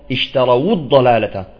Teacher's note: الواو ساكنة ولكن حركت بالضم